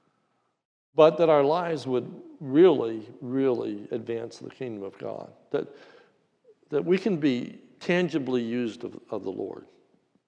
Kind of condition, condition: setting, large echoing room